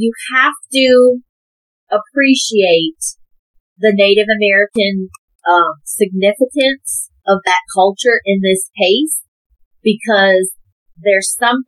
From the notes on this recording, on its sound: Excuse the audio, first timers here, but we promise to get better!